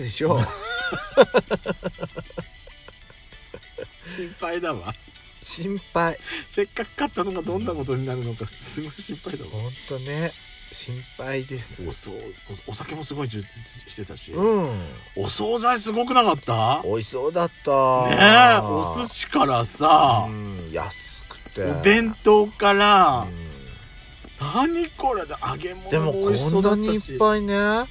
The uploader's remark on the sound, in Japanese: パーキング収録